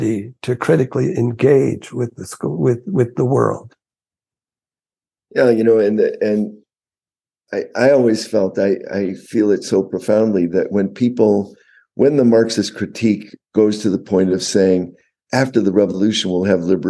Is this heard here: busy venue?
no